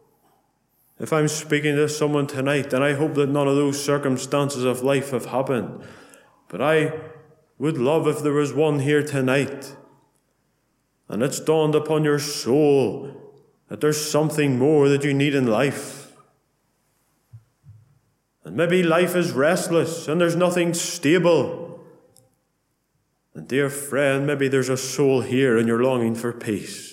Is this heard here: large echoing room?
yes